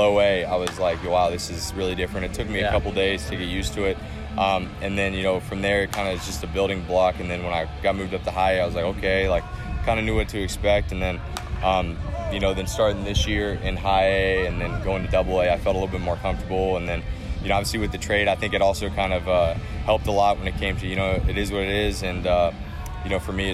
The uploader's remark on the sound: Recorded from the AFL at Salt River Fields in Scottsdale